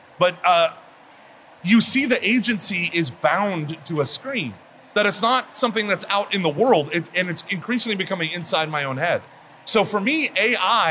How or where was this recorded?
busy venue